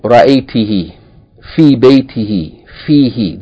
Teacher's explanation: It's preceded by kesra or preceded by ya with sukun. It changes from hu to he.